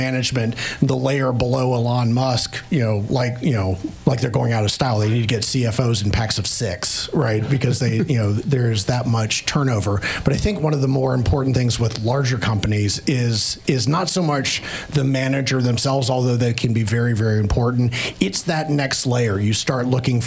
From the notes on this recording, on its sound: Live from the Hawk & Griffin Pub in Vienna, Virginia.